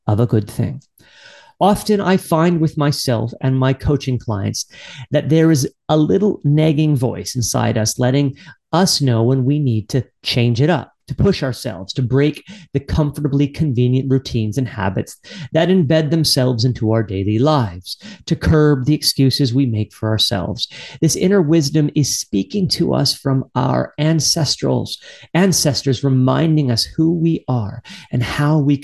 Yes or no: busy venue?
no